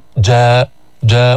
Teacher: يبقى اللسان منخفضا، لا يرتفع أقصى اللسان عند النطق بالجيم · Term: مستفلة